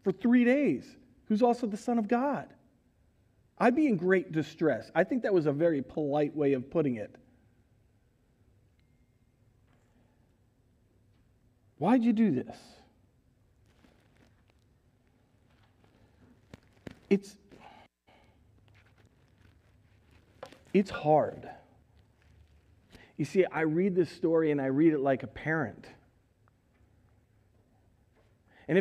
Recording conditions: large echoing room